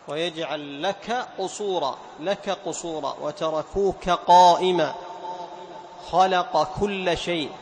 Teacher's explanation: نبين جهر القاف وهمس الكاف، جهر القاف واستعلاءها وهمس الكاف